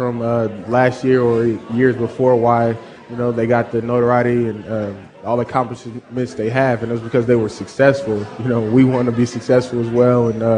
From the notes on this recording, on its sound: live at Pearl Bar and Dining